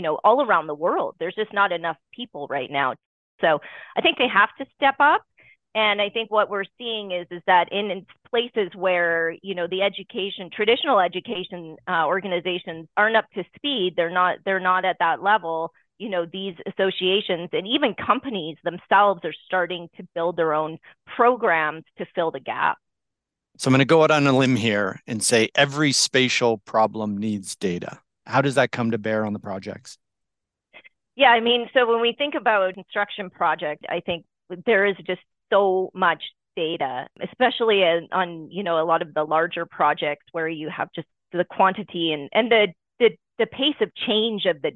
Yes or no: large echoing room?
no